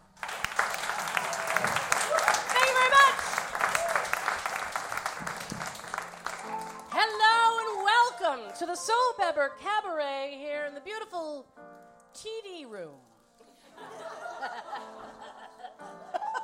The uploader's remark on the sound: Recorded live May 9, 2015